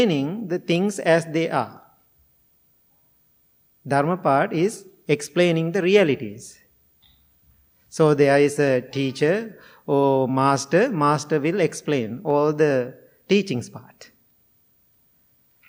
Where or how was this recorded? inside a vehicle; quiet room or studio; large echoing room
large echoing room